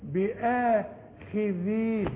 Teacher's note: طلع طرف اللسان في الذال